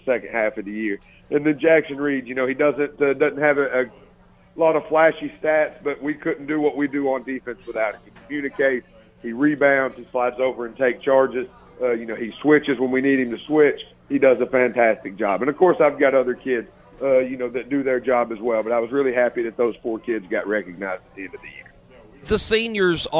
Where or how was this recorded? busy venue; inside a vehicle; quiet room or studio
busy venue